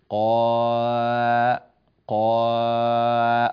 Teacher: البداية مفخم، النهاية صار مرقق، أو العكس، هذا لا يصح. فاضبط قوة التفخيم عندك على درجة واحدة من أول الحرف إلى آخر انتهاء نطاق التفخيم.